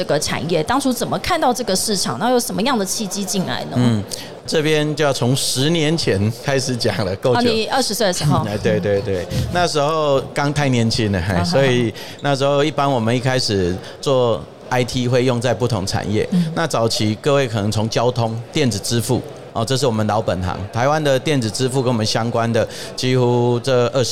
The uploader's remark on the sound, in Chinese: 2022 Taipei Cycle台北國際自行車展-Live Podcast